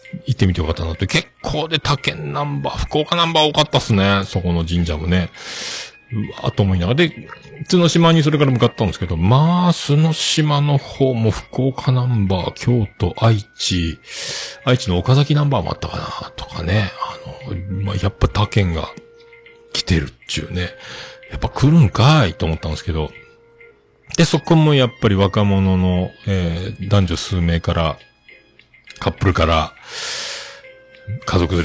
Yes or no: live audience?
no